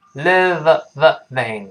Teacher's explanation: V 出现，上牙触下唇